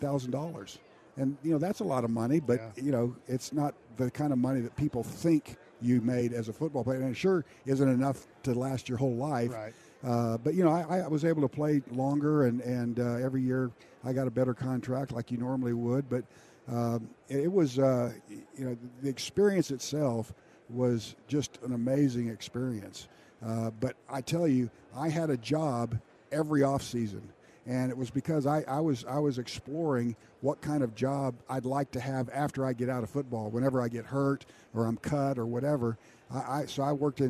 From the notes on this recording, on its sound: LIVE from Radio Row in Las Vegas